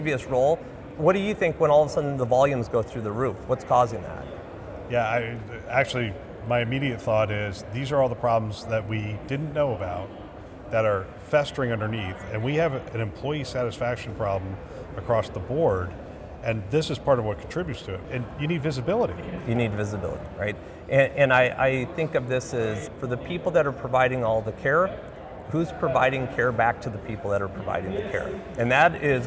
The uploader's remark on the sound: an Interview in Action live from CHIME